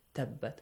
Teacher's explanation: The first ba is saakin, the second ba is mutaharrik. So this saakin letter is merged into the mutaharrik letter. · Term: idgham